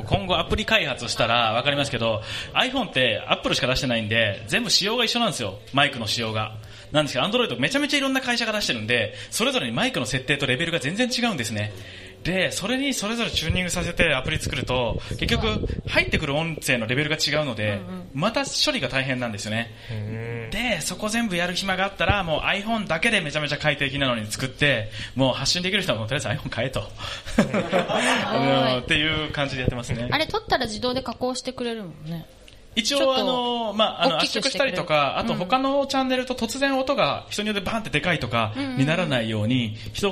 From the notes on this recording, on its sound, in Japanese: 文化祭公開収録